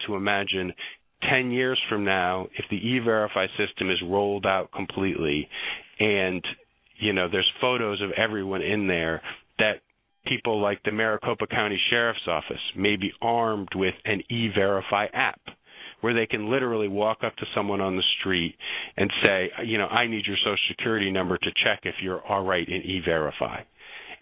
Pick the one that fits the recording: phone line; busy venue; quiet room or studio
phone line